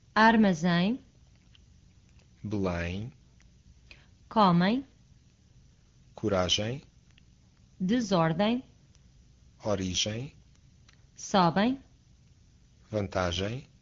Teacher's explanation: Final EM, whether stressed or not, is always the nasal version of the English vowel in day